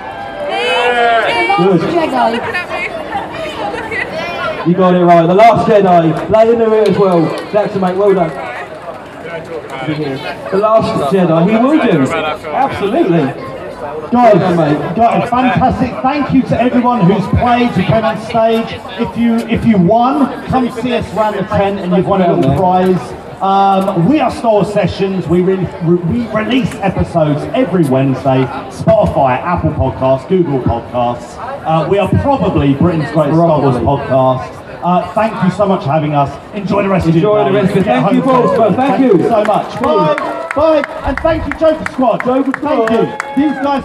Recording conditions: busy venue